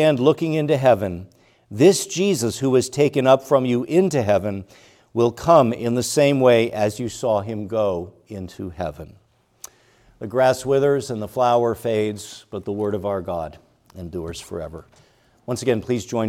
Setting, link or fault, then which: setting, large echoing room